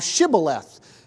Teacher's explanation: These Ephraimites apparently could not make the sibilant sound, the shibboleth, the SH sound. And when they pronounced that word, it was sibboleth.